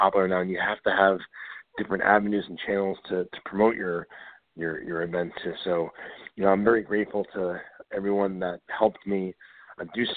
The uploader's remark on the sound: It's 80's Wrestling Con Week! We take your calls LIVE!